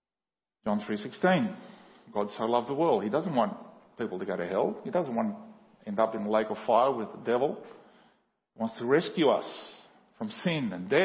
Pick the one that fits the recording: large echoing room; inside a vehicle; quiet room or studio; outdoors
large echoing room